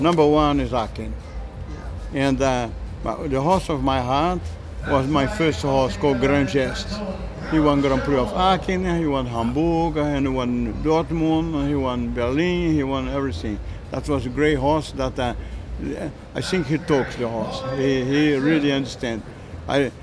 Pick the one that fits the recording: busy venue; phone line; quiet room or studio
busy venue